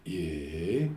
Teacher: I think it's safe to say that a rising intonation contour is characteristic of the sound of surprise.